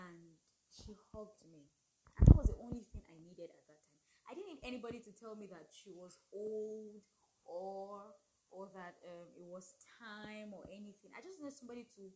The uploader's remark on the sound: Background noise and I couldn't bring myself to record again.